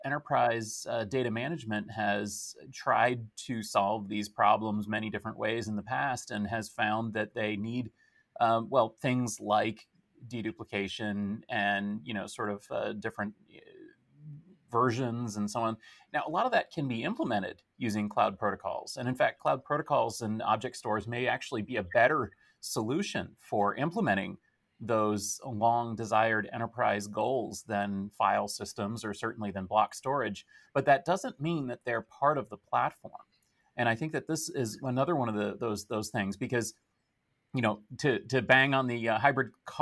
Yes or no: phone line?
no